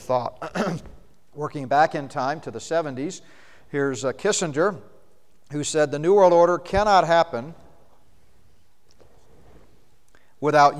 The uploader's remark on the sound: Session from the Prophecy Conference at Northstar Family Church in Flowery Branch, GA.